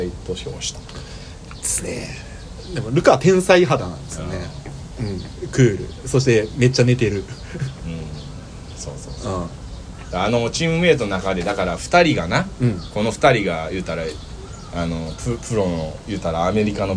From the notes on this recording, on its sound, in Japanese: 今回のアカイダダリオは天王寺公園からロケ録音をしております。